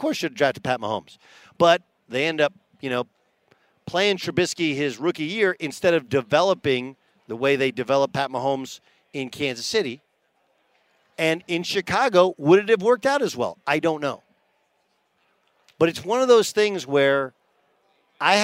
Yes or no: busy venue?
yes